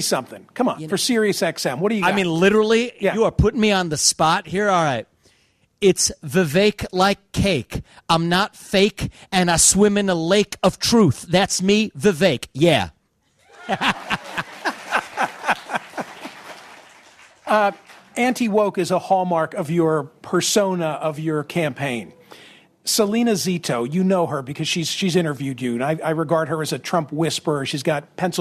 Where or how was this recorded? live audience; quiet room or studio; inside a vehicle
live audience